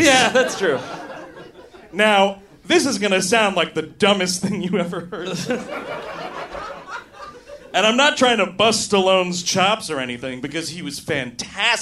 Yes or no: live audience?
yes